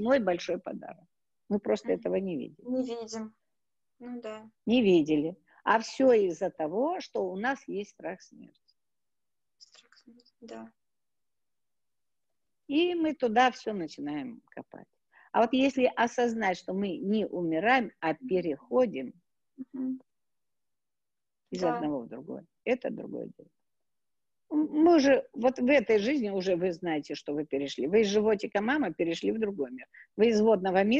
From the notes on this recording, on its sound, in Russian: Запись прямого эфира Zoom